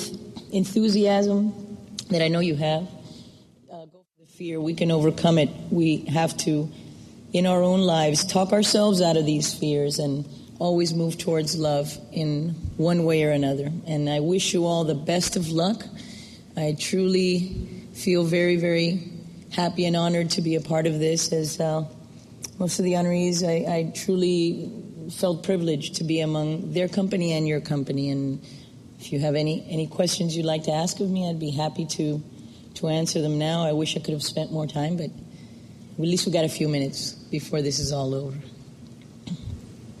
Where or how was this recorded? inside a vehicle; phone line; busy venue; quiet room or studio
busy venue